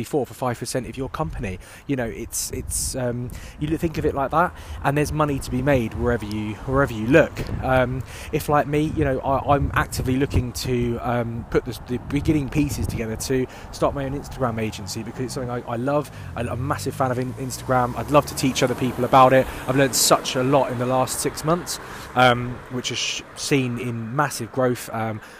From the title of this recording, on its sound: Walk & Talk